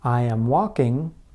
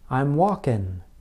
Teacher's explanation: What is important is that the speakers are changing the place of articulation. Instead of making the ng sound with the back of the tongue, Americans make the n sound with the very front of the tongue.